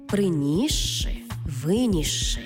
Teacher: С плюс ши утворюється подовжений звук ши. Це слова, наприклад, приніс ши та виніс ши, де с і ши читаємо як подовжений звук ши.